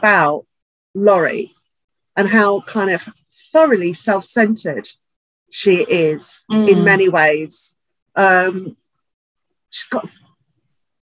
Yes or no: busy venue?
no